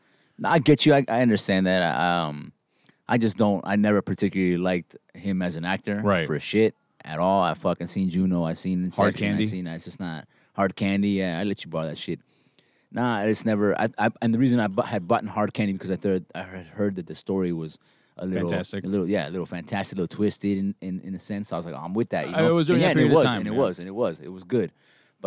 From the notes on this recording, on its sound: Recording Outside. Outside with all the noise that comes with it.